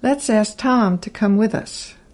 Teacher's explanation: To is usually reduced to a slight T sound.